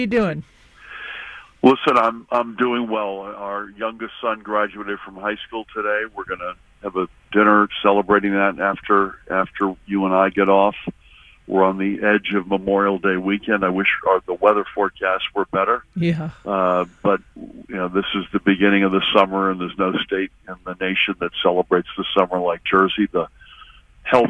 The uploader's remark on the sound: A live call-in special. On 93.9 FM and AM 820.